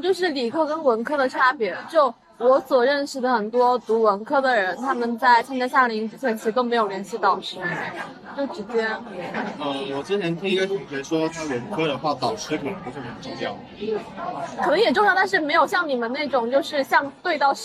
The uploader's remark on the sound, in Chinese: 是朋友来学校附近找我吃饭，顺便的聊天录音。环境嘈杂，多多包涵。